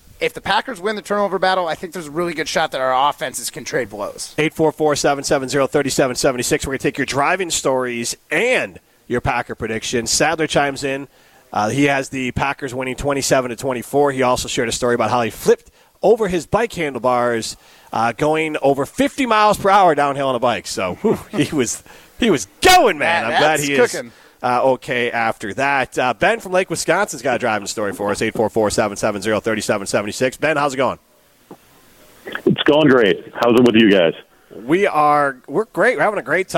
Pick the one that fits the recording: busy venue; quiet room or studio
busy venue